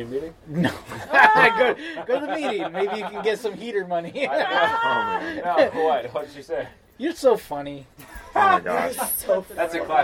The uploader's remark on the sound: A few friends gathered at the studio after a recording. We’re sharing a minimally edited version of a live mic in the room with all of their permission.